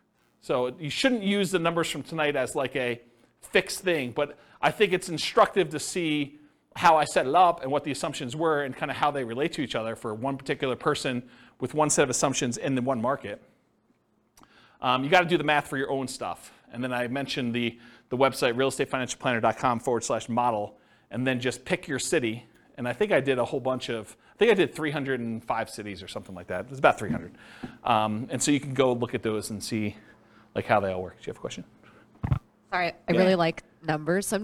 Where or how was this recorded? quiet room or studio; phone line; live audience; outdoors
live audience